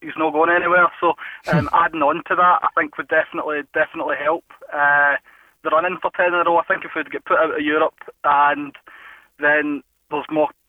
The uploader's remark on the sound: join the team on the phone